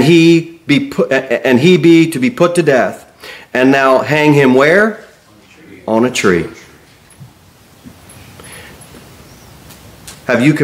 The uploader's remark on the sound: Sermon delivered at Pilgrim Baptist Church. Jere Whitson Rd. Cookeville, TN 38501.